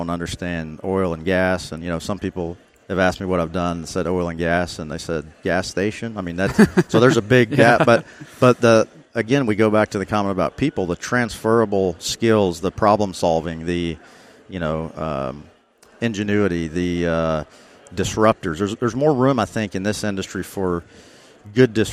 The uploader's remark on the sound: Live at AFPM